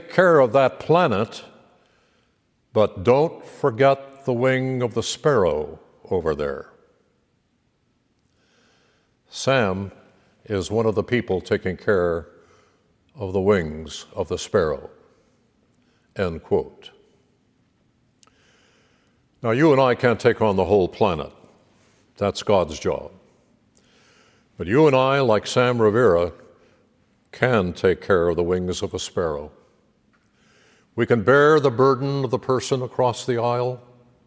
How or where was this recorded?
large echoing room